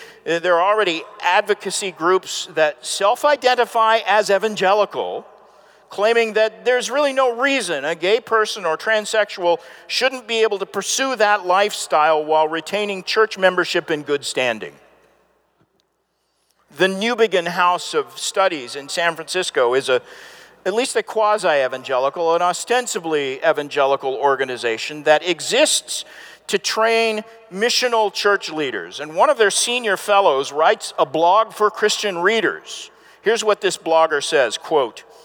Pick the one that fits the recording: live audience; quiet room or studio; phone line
live audience